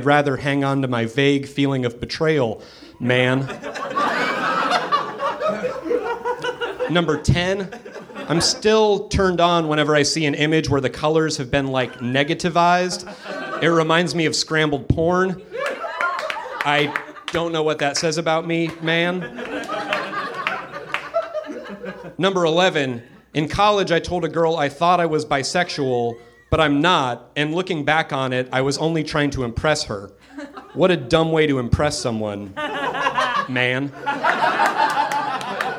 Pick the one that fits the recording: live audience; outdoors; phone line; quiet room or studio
live audience